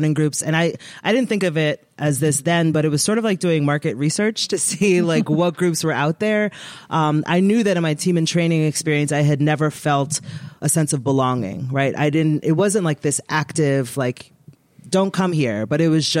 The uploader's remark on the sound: Recorded in front of an audience at GU Energy headquarters.